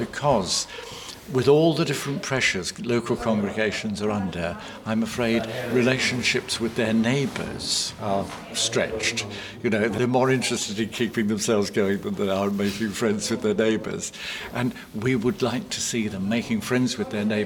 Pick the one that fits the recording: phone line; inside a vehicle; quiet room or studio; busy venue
busy venue